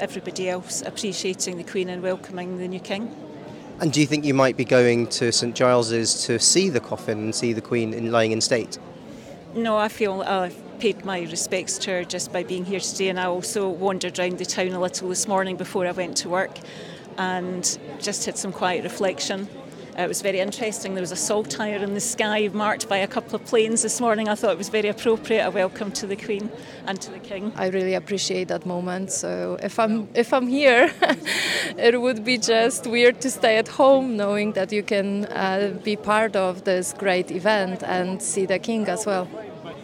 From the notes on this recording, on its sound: This podcast was recorded on Edinburgh's famous Royal Mile, where we spoke with many people.